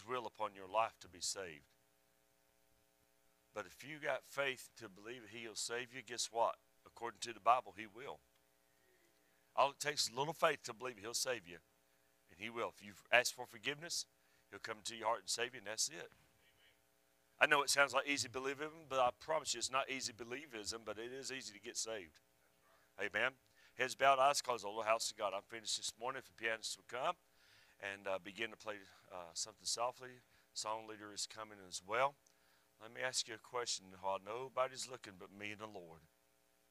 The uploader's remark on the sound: A Message I Preached at a Supporting Church Recently